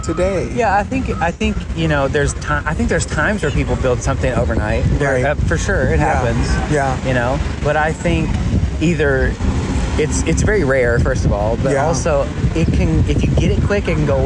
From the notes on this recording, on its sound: I’m at the beach with a close friend and we decided to just talk and record.